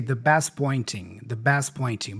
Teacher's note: So the T for best here disappears.